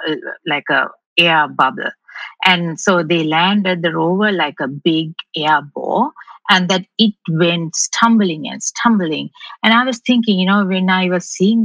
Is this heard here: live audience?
no